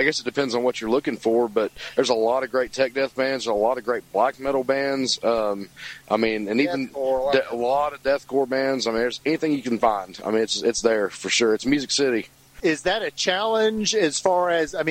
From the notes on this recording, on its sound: interview recorded March 31, 2017, following the band’s performance at Spillway Bar & Grill in Bowling Green KY.